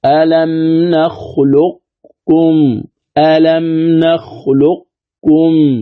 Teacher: القاف ثم ندغمها في الكاف تبقى صفة الاستعلاء لكن تذهب صفة القلقلة